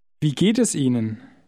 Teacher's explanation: Did you notice how the words geht es run into each other?